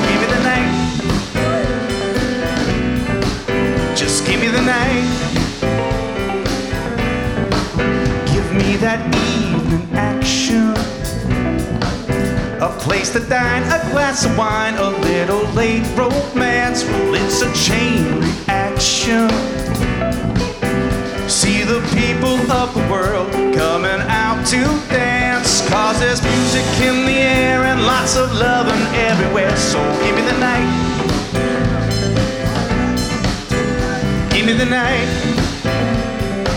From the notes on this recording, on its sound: Live at the South Point Casino